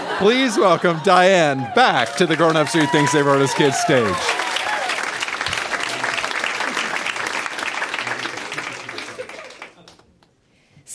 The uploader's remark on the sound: Recorded live at Yuk Yuk’s in Ottawa.